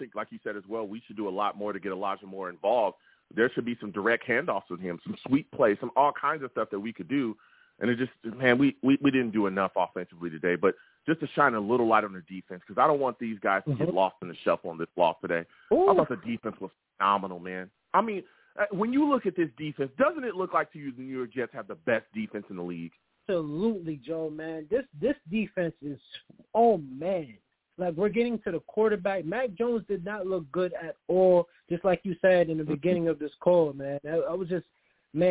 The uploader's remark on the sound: Live immediately after the Jets game against the Patriots, I sat down and discussed the game! The callers went crazy on this show and the takes were flying! I take live callers!